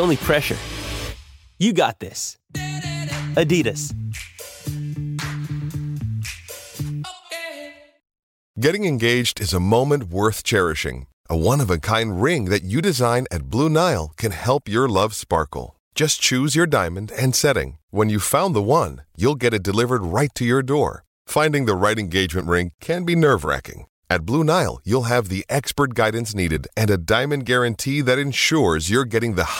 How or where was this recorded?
phone line